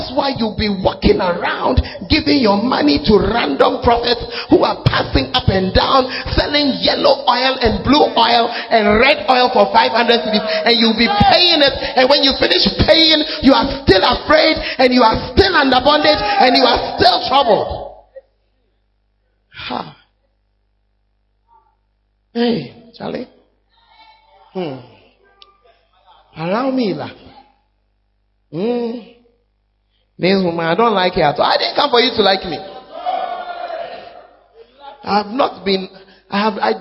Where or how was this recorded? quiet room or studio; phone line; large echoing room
large echoing room